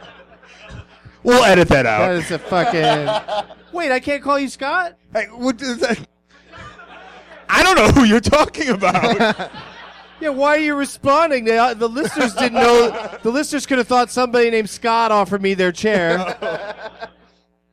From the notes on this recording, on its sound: Live from Zanies Comedy Club in Rosemont, IL